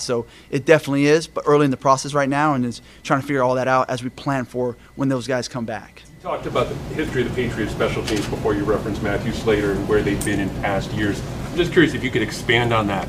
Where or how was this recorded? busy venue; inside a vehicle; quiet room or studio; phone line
busy venue